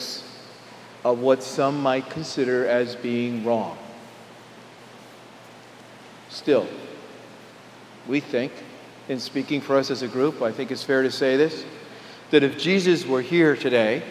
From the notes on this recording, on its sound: Homily delivered on August 21, 2011 at Jan Hus Presbyterian Church and Neighborhood House.